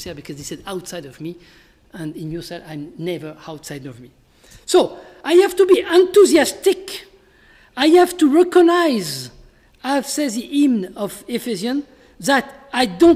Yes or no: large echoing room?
yes